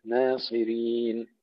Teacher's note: ترقيق النون، صي تفخيم الصاد